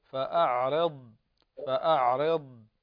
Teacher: فالضاد في استطالة يمتد فيها الصوت